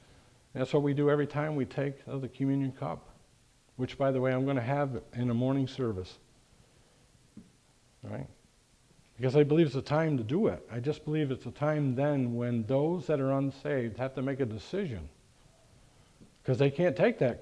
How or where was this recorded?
large echoing room